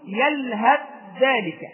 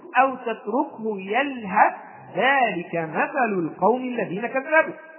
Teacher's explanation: لا أنطق تاء مطلقا، لا أنطق تاء، وإنما أدغم التاء بالذال إدغاما كاملا · Shown in: first take · فأقول أو تتركه يلهث ذلك مثل القوم، لا أجد تاء مطلقة، كأن التاء غير موجودة، تأتي بعد الهاء ذال مباشرة، فأقول يلهث ذلك، وهذا حال الوصف، ولا إشكال أن تصل الآية، فتقول أو تتركه يلهث ذلك مثل القوم الذين كذبوا بآياتنا.